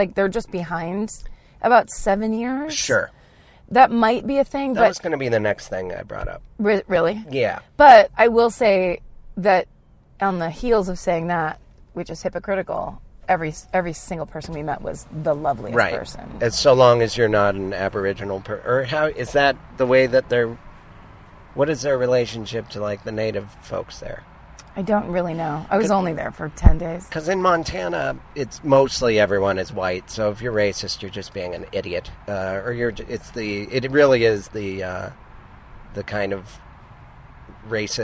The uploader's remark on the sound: back in the car